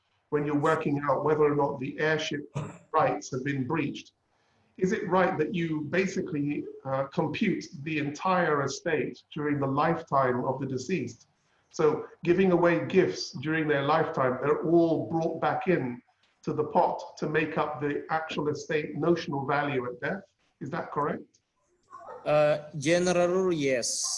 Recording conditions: video call